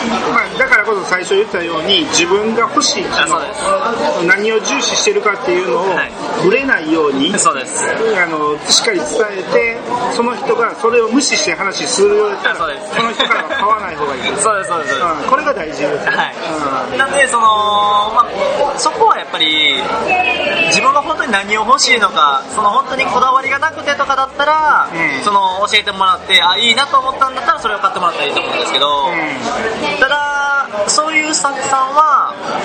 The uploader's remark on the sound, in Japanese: 今回は対面収録で串カツ屋さんで収録したため、ものすごい雑音の中で喋っています。お聞き苦しいかもしれませんがご了承ください。